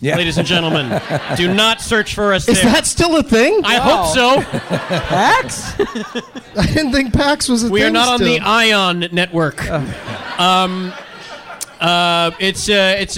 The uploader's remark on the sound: Live from Helium Comedy Club in Philadelphia